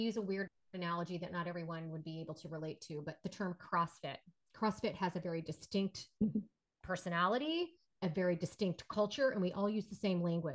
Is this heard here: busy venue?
no